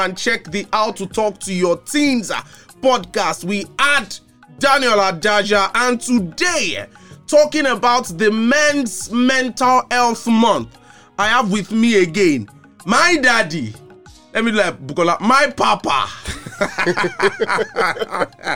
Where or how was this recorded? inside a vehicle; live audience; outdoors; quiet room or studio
quiet room or studio